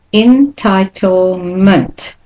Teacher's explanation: the common ending has the schwa in it. It's the weak syllable.